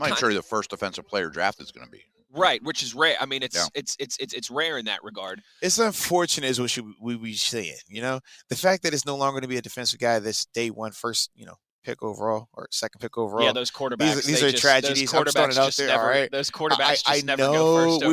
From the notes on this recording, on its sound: The Blitz LIVE from the NFL Combine.